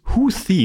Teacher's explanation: Es heißt tatsächlich Houthi mit diesem stimmlosen Th